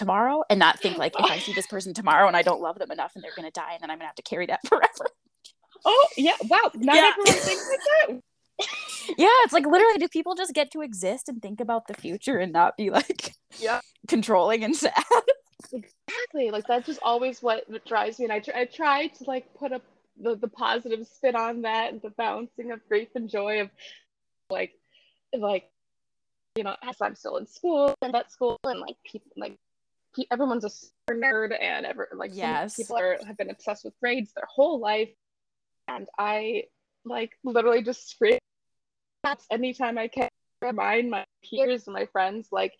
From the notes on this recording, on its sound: The audio in this conversation is unfortunately pretty choppy. If you made it through the choppy audio, I applaud you.